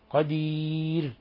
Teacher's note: الراء تحتاج إلى ترقيق أكثر